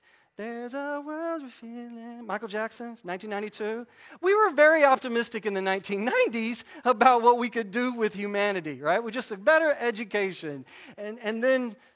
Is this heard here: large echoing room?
yes